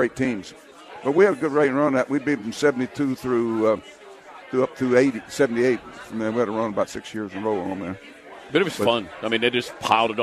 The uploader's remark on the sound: live from the #YahooSportsRadio Final Four Friday night party at Stately Gow Manor in Houston!